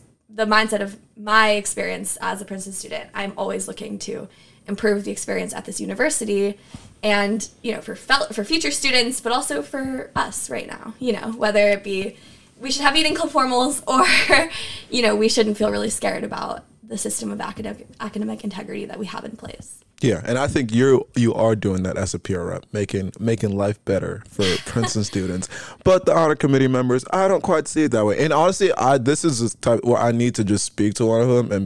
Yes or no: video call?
no